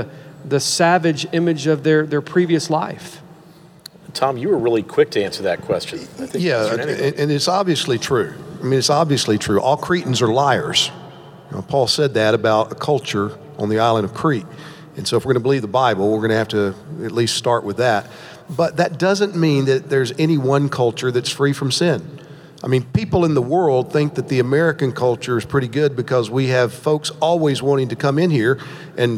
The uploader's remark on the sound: This panel discussion took place on January 16, 2019 at the Sovereign Nations 'Social Justice & The Gospel' Conference in Atlanta, Georgia. Preceding the G3 Conference.